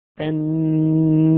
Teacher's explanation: صوت كده رخيم بيطلع من الانف · Term: غنة